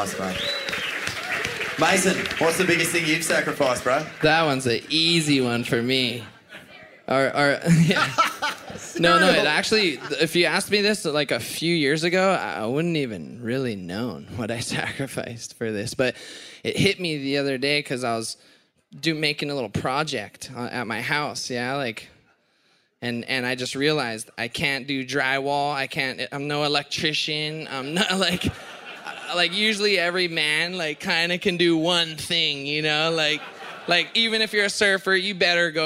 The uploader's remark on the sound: Retirement Party LIVE from Torquay